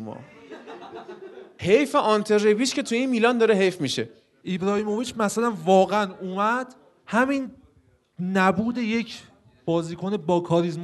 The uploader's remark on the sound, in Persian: چهارمین اجرای زنده فوتبال لب رو میشنوید. به سوالات حاضرین سالن جواب دادیم.